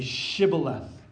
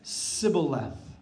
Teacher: And as the Ephraimites would come across, they would say Shibboleth. But the Ephraimites could not say a SH sound. They could only say an S sound. So they said Sibboleth.